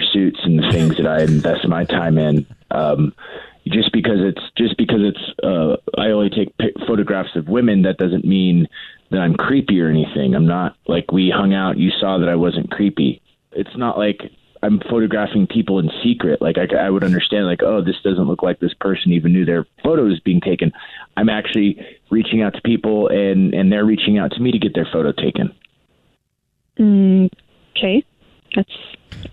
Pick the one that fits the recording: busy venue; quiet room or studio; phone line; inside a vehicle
phone line